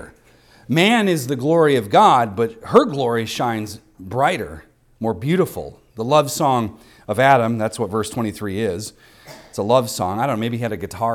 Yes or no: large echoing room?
yes